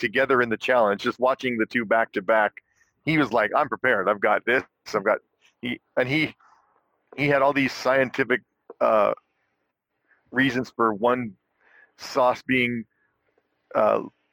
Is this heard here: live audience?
no